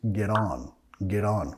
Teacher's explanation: en el inglés de los Estados Unidos vamos a decir get on, con la R suave